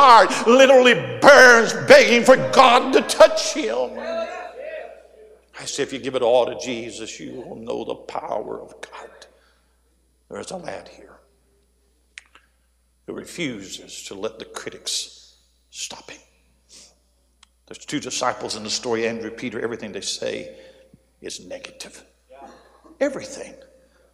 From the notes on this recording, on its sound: A sermon preached Thursday Evening during our Spring Jubilee, on March 30, 2023.